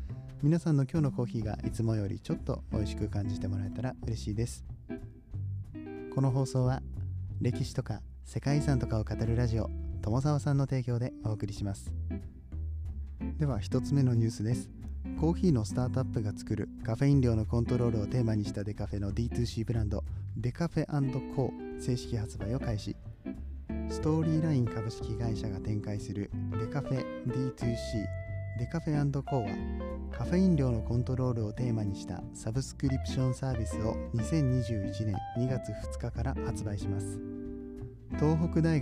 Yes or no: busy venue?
no